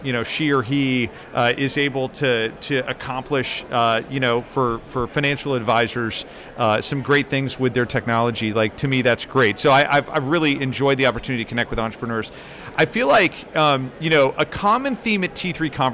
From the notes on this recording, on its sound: Special episode from T3. Live from the T3 floor expo floor.